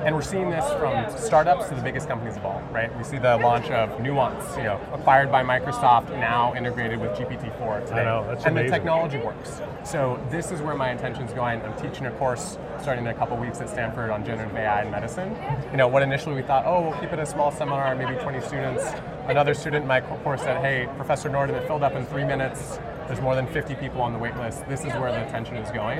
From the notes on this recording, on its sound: Interview in Action live from ViVe 2023